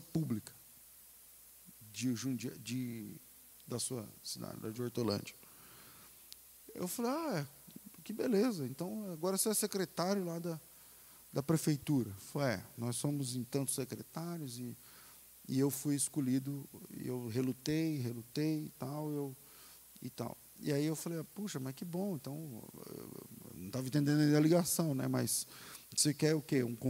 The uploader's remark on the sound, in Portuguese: Culto ao vivo